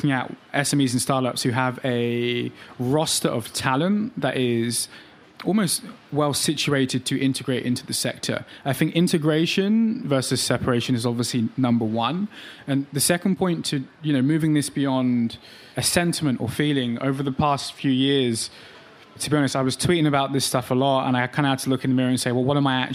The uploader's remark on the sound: on stage at WPP Stream, during the annual Cannes Lions International Festival of Creativity